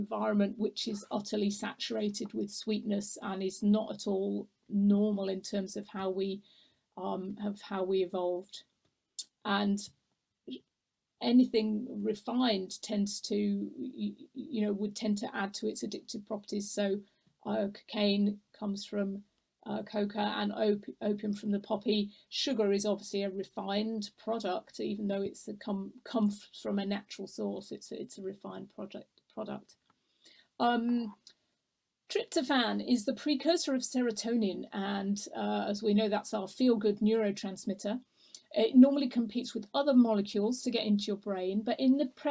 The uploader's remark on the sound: This recording is taken from the ' Healthy Lifestyle webinar ' on 5th March 2021